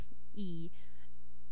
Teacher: It's pronounced basically the same way as a regular E, in that your tongue is high and arched, dividing your mouth in half, E, but in addition to that, your tongue is depressed low in the back.